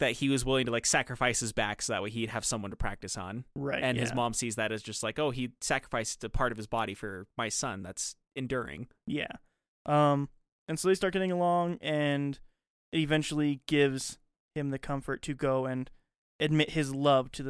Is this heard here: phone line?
no